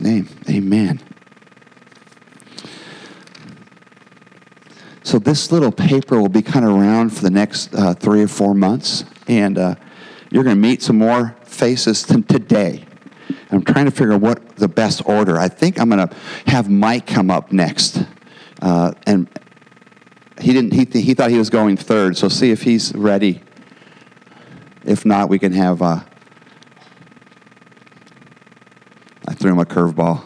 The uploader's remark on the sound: Every week we will share the gospel preached at our church on Sunday.